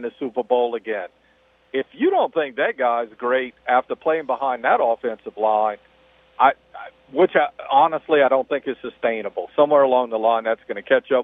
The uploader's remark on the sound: On the phones, we have South Lafourche assistant coach